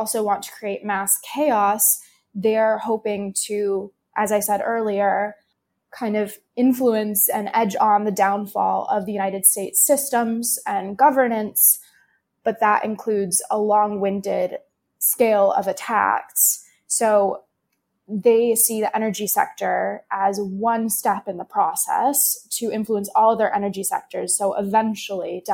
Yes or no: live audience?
no